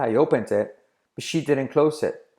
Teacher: Fijaos que la T de it casi no se pronuncia